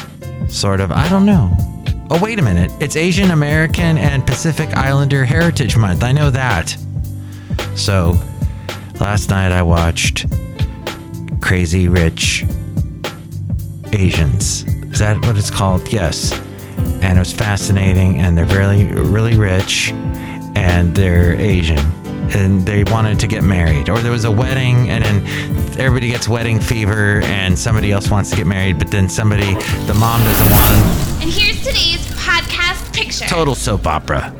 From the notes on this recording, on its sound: podcasts live from Café Anyway